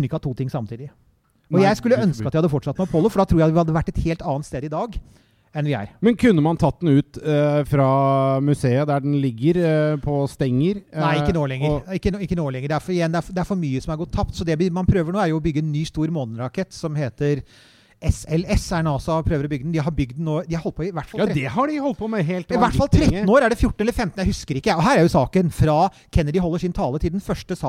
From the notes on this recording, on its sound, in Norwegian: Episoden er spilt inn live på Brygg i Oslo